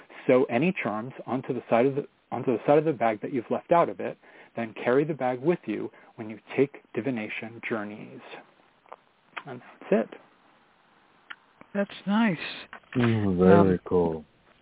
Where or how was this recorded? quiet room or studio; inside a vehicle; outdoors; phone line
phone line